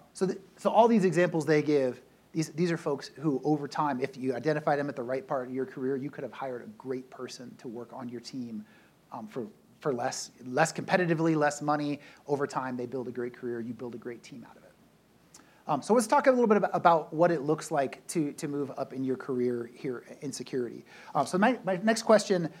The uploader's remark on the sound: SecureWorld Closing Keynote. Participated in the closing keynote at SecureWorld Denver. This panel was recorded and is being shared here.